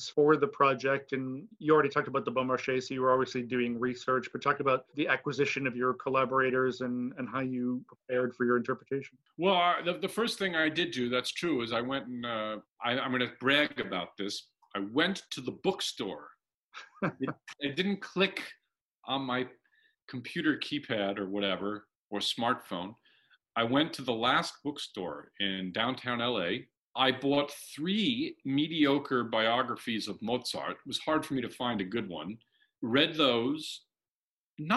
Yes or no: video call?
yes